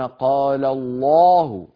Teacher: كانت العرب إذا سبقت هذه اللفظة الشريفة بفتحة أو بضمة فخموها، يقولون قال الله الله ولا يقولون قال الله، وإذا كذلك إذا سبقت بضمة يقول الله يقول لله ولا يقولون يقول الله. · Term: التفخيم